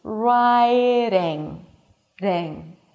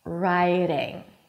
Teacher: So again, going back to the pronunciation of the D in the middle of the word between two vowels, you bring the tongue up, but you just slightly touch the upper palate. You're suggesting that there is a D there. · IPA: ˈraɪɾɪŋ